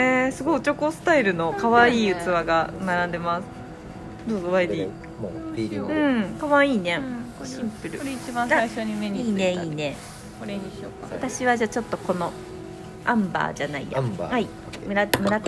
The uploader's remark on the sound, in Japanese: ひさしぶりのお出かけ収録！From Radiotalk。